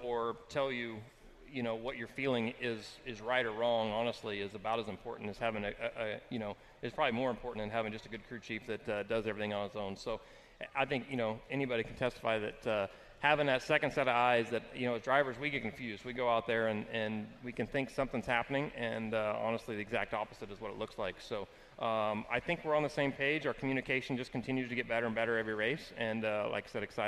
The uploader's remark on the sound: LIVE at the AGCO Jackson Nationals